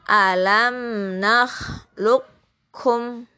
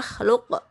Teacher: kof itu kan kalau kolkola jangan mantul karena bertemu dengan kaf · Shown in: first take